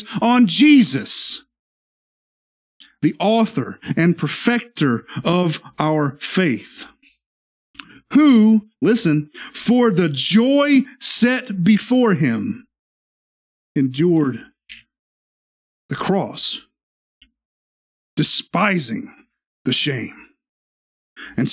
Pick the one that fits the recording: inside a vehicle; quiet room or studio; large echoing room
large echoing room